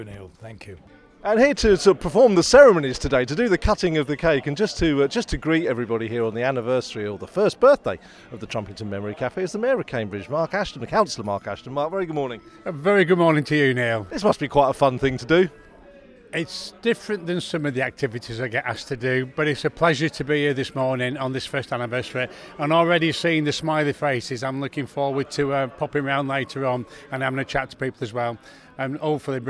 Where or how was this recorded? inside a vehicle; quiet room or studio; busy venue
busy venue